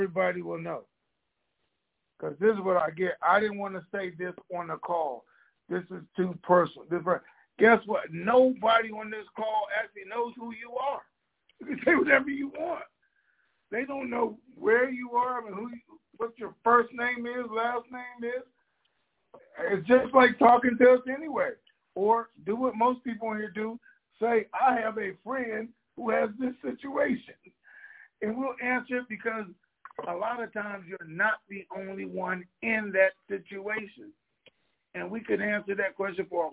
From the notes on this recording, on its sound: TNTSuperfantastic Conference Call